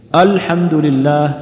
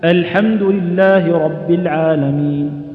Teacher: يعني ورقق همزة الحمد، يعني ورقق همزة الحمد. وينبغي أيضا إظهارها.